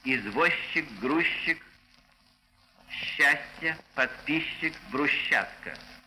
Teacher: Группы ЗЧ, СЧ произносятся как ща.